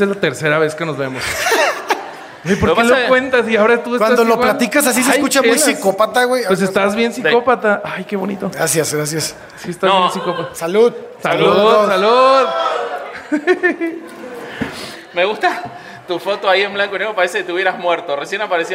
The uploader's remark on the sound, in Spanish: Grabado en Vivo en CDMX. Los Herejes se vieron en persona, para grabar un episodio ante su publico. Grabado en Círculo 99. Con producción de Comedy Lane.